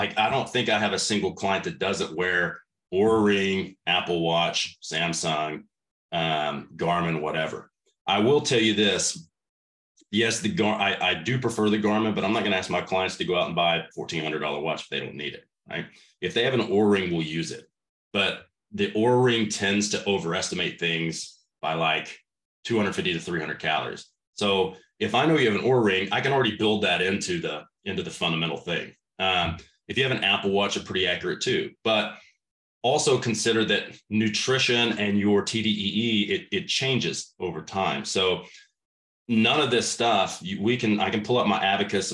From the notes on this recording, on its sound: This conversation was recorded as part of my virtual summits.